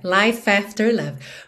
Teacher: Como é de life não é pronunciado, o F já juntou na vogal A de after